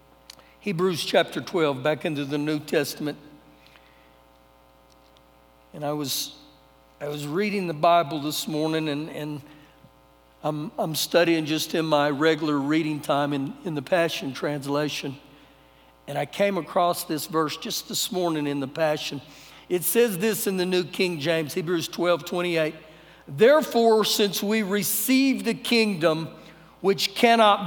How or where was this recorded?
large echoing room